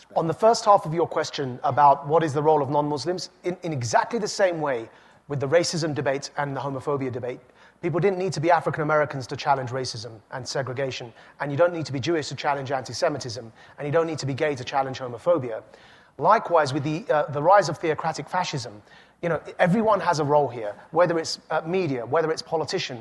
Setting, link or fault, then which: setting, live audience